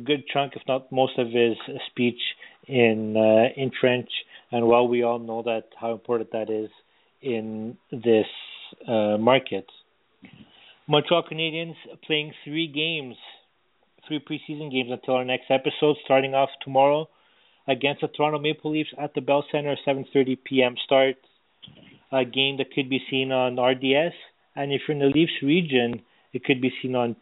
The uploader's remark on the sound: We take your phone calls.